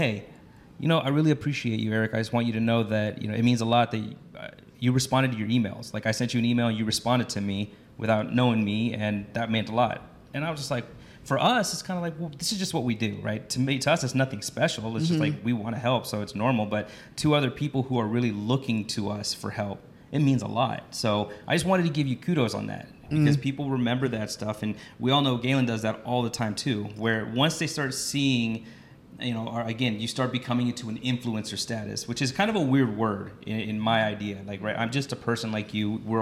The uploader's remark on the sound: Live from 8% Nation in Dallas! I was so honored to be able to sit down and speak with two trailblazers in our industry.